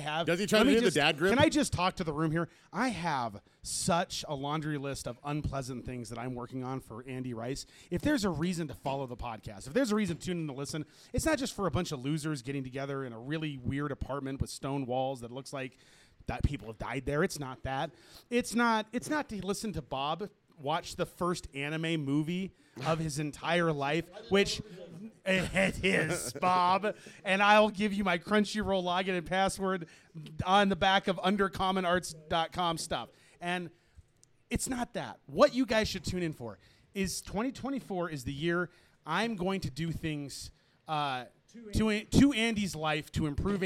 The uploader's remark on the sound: Fear and Loathing at Kingman Comic Con! (LIVE-ish Special!). Fried Rice Podcast goes live-ish at King-Con!